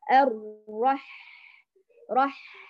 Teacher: لاحظتي الصوت جرى والنفس جرى لكن دون أن أضغط على الحرف بشكل كبير، وأيضا بدون ما يتقلقل · Term: حرف الحاء